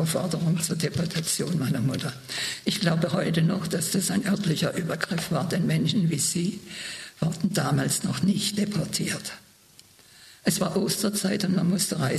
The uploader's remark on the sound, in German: eine Aufzeichnung des Zeitzeugen-Vortrags